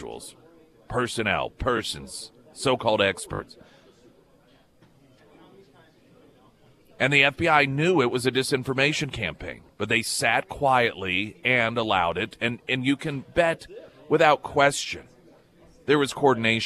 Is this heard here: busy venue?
yes